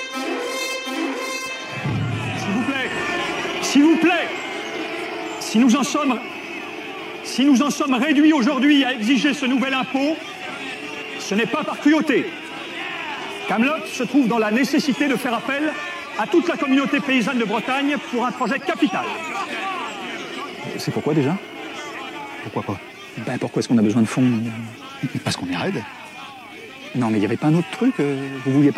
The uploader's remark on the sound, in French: Enregistré en novembre 2022 au bar La Forge à Nantes.